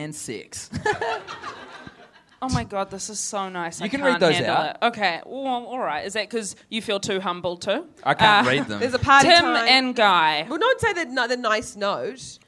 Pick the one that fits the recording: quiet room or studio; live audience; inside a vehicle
live audience